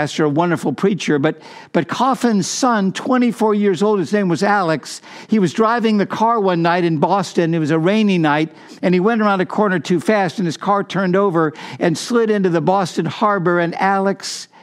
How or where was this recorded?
large echoing room